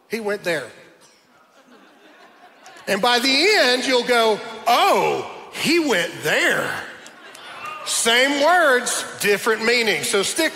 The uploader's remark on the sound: my message that I preached at Dream City Church in Phoenix, Arizona